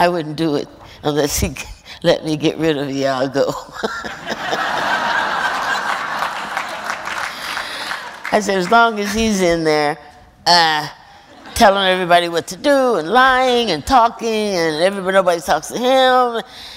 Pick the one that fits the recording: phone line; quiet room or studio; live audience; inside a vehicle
live audience